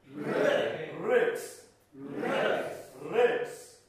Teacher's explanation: えという非常に深いところから出したえの音になります